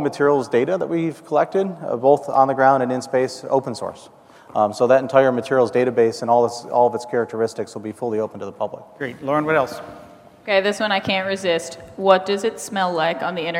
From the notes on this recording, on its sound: The best of live interviews from GreenBiz events.